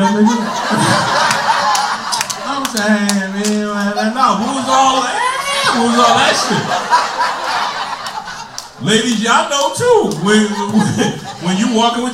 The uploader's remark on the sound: LIVE FROM THE FUNNY BONE. LIVE FROM FUNNY BONE.